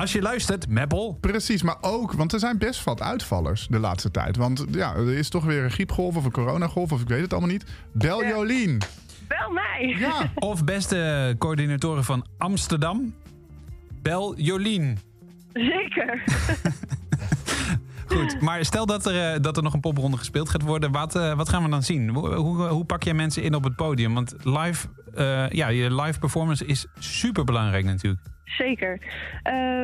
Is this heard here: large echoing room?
no